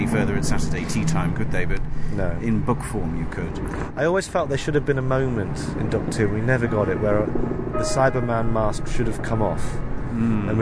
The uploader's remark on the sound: We're on foot again in this special episode we thought lost. On location: Saint Paul's Cathedral - apologies for the windy conditions, stick with us.